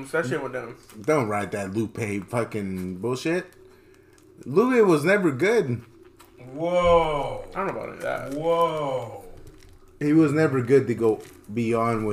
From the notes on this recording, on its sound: Editor's Note: This episode was recorded after the previous one, so there is some background noise.